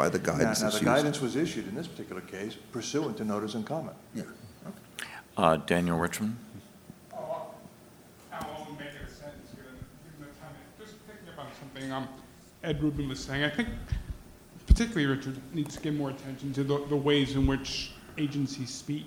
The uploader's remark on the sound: The following is taken from the Regulation and Rule of Law working group, Conference on the Role of Executive Power and Discretion Under the Rule of Law.